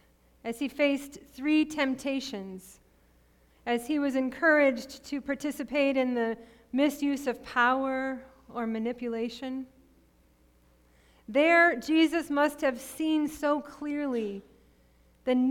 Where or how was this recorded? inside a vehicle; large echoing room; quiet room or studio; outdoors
large echoing room